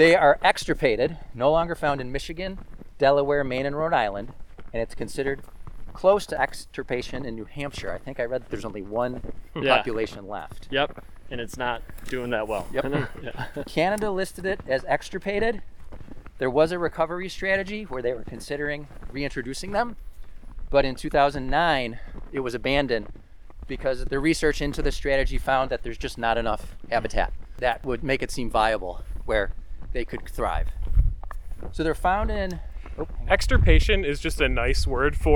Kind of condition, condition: setting, outdoors